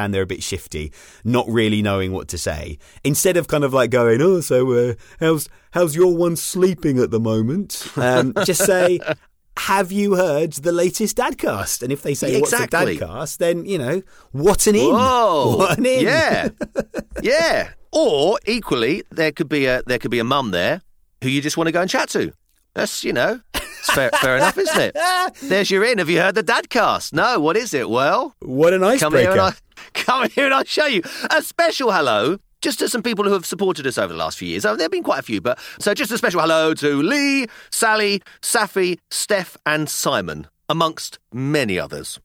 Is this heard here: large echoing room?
no